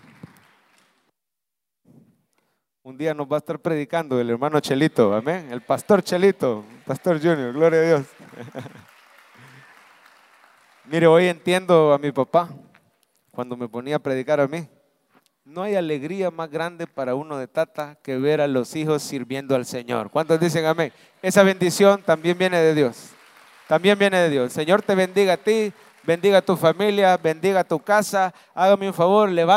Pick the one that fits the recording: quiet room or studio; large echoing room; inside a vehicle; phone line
large echoing room